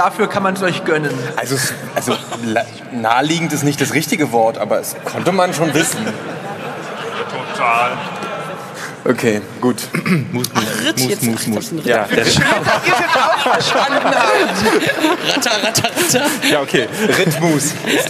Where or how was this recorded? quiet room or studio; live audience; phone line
live audience